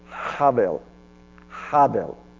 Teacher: Kind of a breathy start to it.